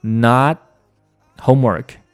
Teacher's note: 这个时候，not 后面的这个 t 也是读成了半音